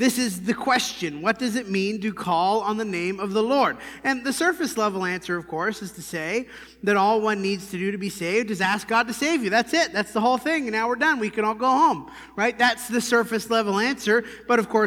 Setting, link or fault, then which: setting, large echoing room